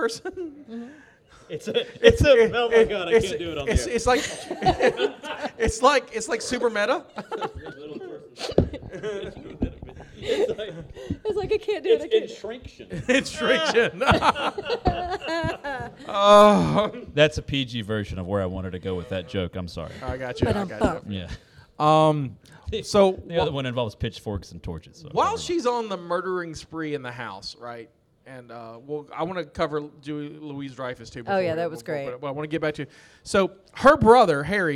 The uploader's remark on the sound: Bros Booze and Movies is Live at Mobicon in Mobile Alabama.